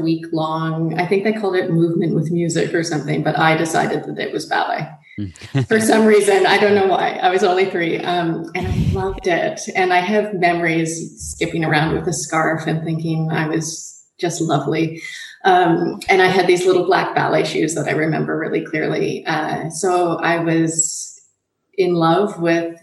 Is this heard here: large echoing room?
no